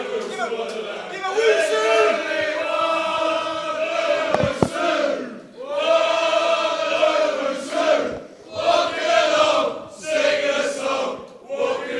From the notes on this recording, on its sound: LIVE at the Beesotted Pride Of West London Social. Special guests at the Beesotted Xmas Bees up at Fullers Brewery in Chiswick - recorded in front of a live audience.